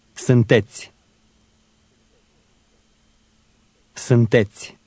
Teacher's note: The I at the end of that word was almost silent.